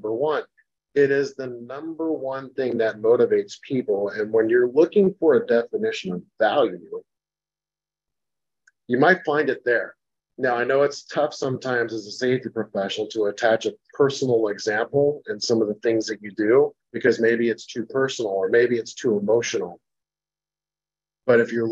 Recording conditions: video call